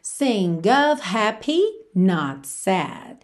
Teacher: Sing of, lembra que esse OF sempre vai ter esse som of, V mesmo